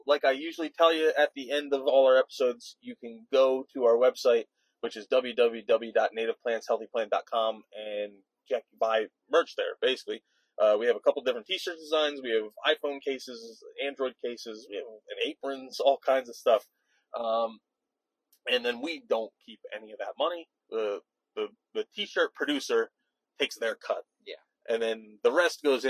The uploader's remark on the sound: record their thoughts on their drive home from Delaware